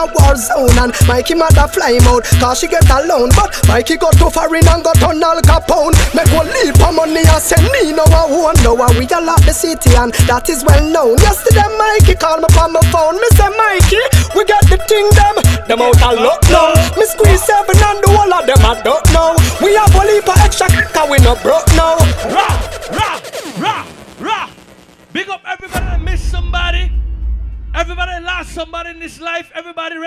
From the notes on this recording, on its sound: Island Invasion Summer Heat 2015 - Costa Maya Weekend. Live Audio From Fido's Restaurant | Bar In San Pedro, Ambergris Caye.